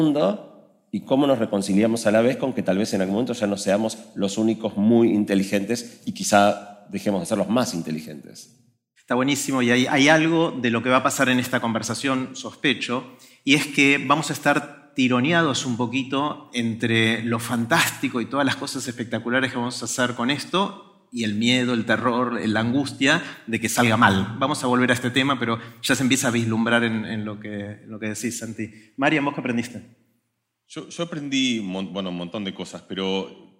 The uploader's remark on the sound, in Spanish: lo hicimos en un teatro con una audiencia en vivo de casi 1000 personas